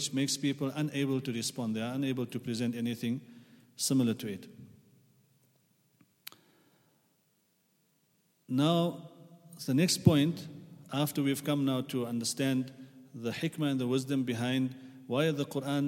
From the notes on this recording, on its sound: at the Houghton Masjid (West Street)